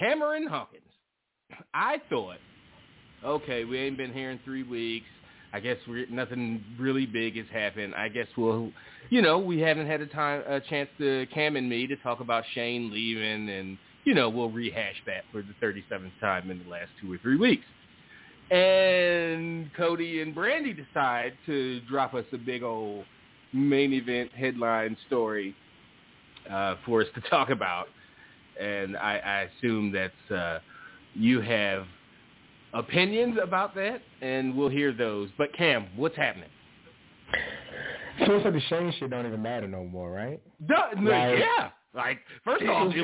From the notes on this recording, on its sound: The ECC live is back and in full effect. Live calls and more. Weekly caller, email and tweet driven show.